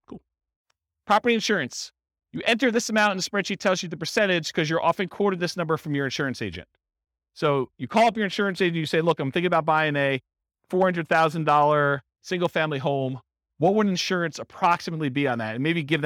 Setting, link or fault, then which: setting, live audience